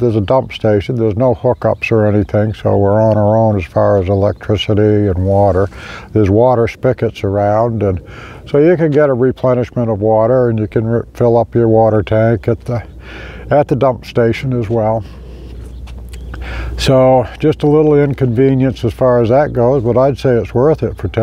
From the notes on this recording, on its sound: Arrived in Nevada – Recorded live at Lake Mead. Currently camping at BoulderBeach Campground on the shore of Lake Mead. This is just a short distance from the Hoover Dam.